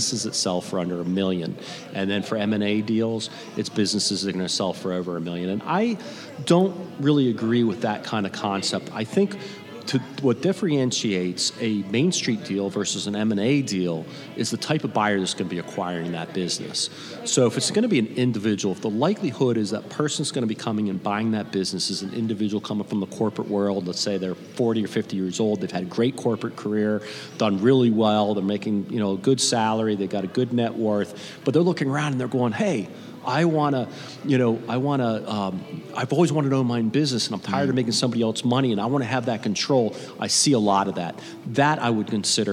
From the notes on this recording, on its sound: Recorded live at this year’s FLAGGL Small Business Lender’s Conference hosted at The JW Marriott Orlando, Grande Lakes